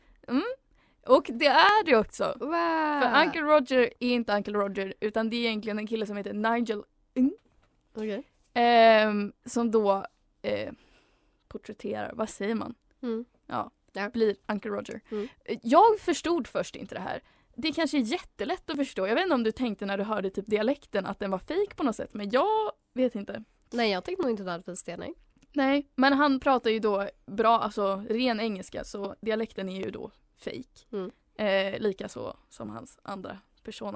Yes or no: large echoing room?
no